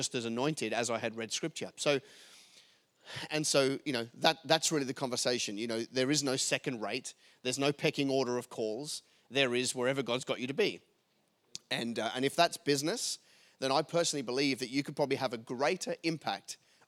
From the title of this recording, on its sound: LIVE form Hope UC Newcastle